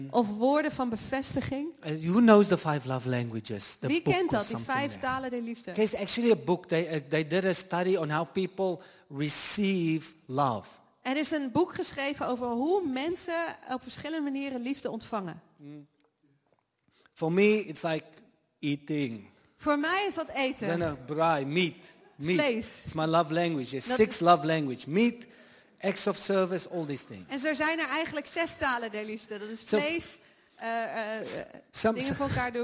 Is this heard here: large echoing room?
yes